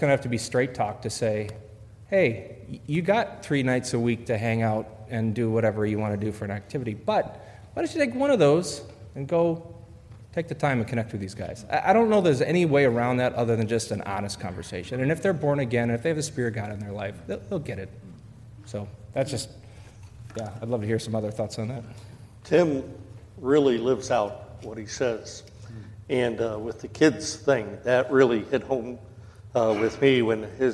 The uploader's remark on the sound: A panel discussion where the 5 main speakers summarize their messages and take questions from the audience.